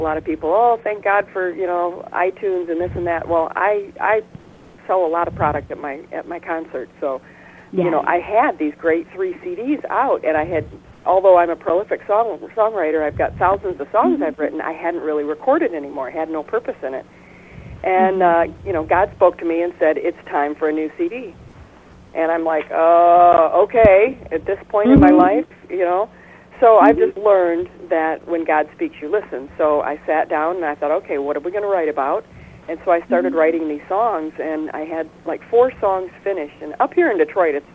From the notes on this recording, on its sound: Special Call In Guest joined us.